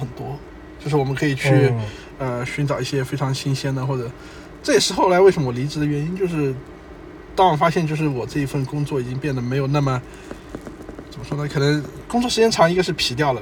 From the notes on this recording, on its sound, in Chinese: 这期开荒播客是在路边的车厢录制，恰逢咽炎鼻炎，可能收听体验不太好。